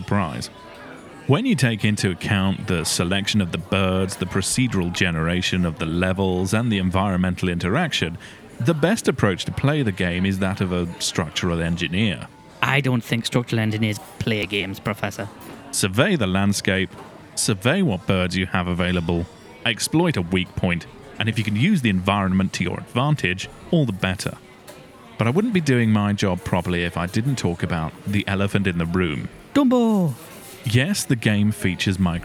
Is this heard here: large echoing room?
no